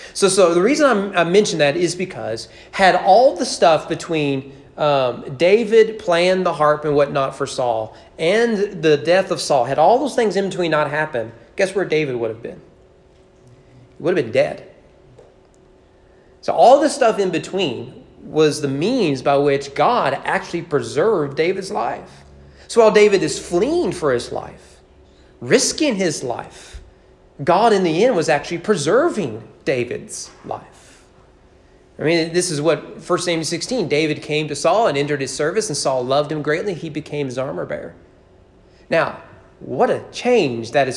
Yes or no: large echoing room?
yes